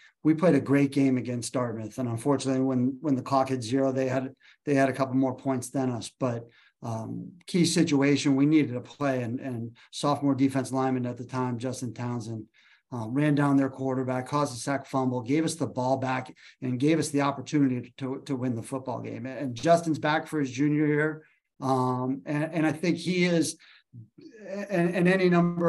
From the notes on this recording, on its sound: The Bluebloods are live from the virtual Ivy League Media Day.